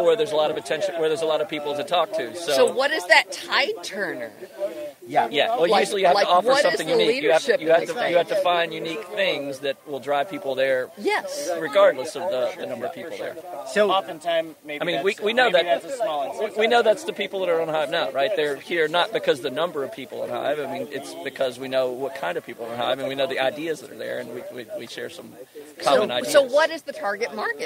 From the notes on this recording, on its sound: Live from HiveFest 2023 in Mexico.